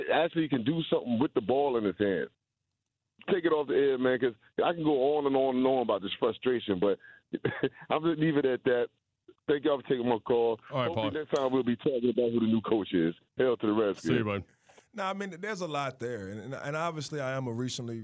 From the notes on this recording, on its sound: fans call in to give thoughts as well